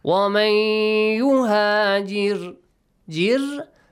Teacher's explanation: The letter Ra is a heavy letter, but since there is a kasra sound, pronounce it with a light sound. وَمَنْ يُهَاجِرْ فِي سَبِيلِ اللَّهِ سَبِيلِ اللَّهِ All are light sounds.